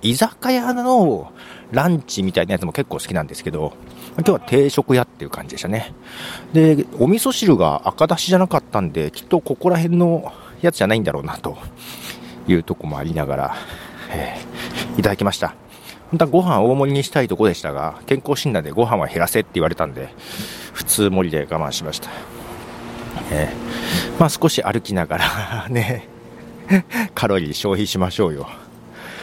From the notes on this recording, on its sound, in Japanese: 仕事納めが早めに終わったの、あまり行かないところを散策し、早めの昼飯を食べつつ、歩きながら収録しました。